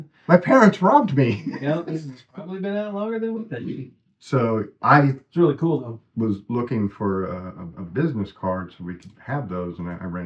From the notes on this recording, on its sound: We had a problem with the audio in this episode